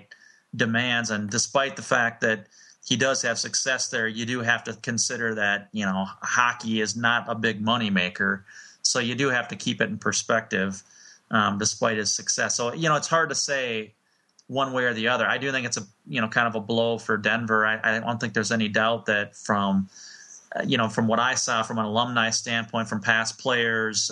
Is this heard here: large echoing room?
no